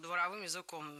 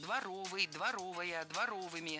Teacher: Дворовым языком – это неверно, правильно, дворовым. В прилагательном, образованном от существительного «двор», ударение ставим на второй слог · Shown in: second take